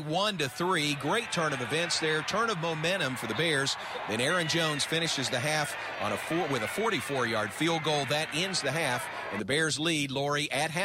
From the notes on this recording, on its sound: go live from Floyd Casey Stadium